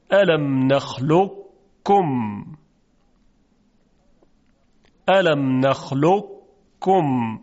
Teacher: قبل از اینکه کاف رو بگیم صدای مقداری درشت میشه، همون استعلای قافه · Term: ادغام ناقص